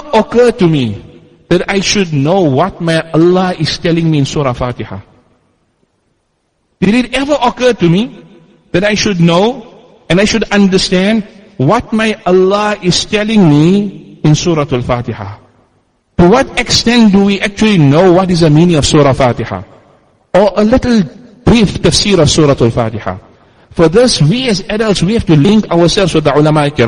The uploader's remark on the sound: Jumuah lecture at Masjid us Siddique